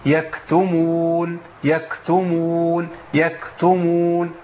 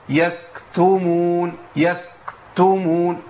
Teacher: لازم الهمس يمشي مع الكاف وهي خارجه · Shown in: first take · Term: همس الكاف